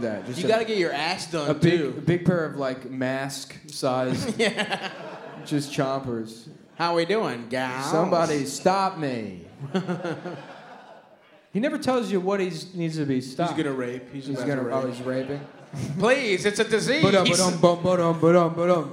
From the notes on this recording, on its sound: Otowa 2019 (Live Show)